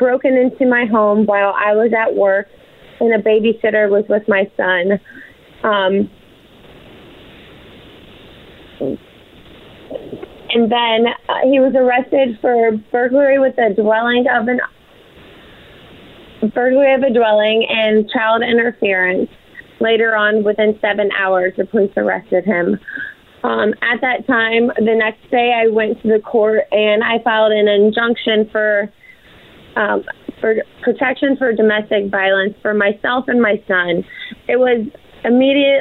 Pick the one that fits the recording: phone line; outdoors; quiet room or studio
phone line